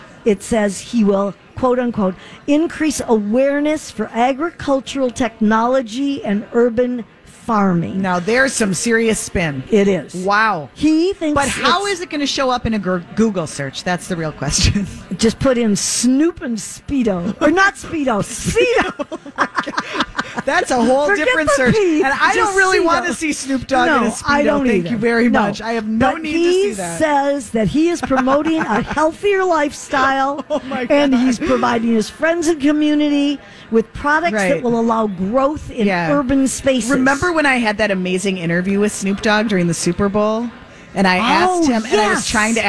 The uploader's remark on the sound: Live at the General Store of Minnetonka